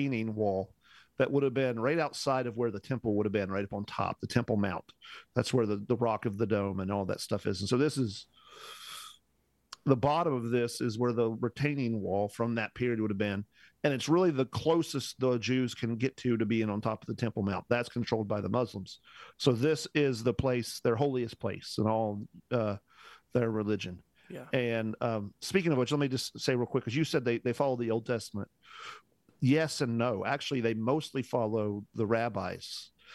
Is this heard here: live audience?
no